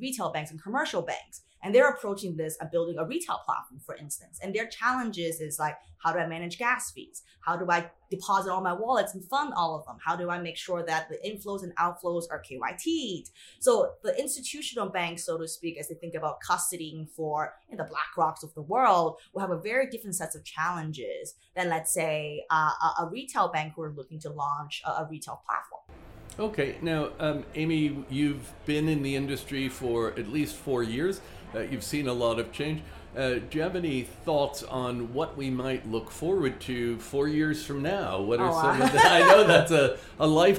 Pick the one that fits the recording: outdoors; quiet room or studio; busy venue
busy venue